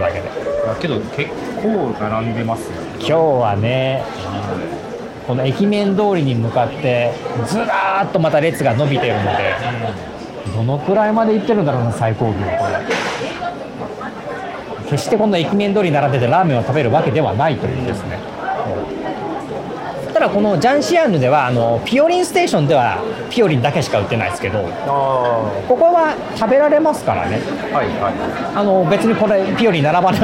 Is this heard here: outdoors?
yes